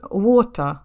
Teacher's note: обращать внимание на вот эти R, которые не нужно произносить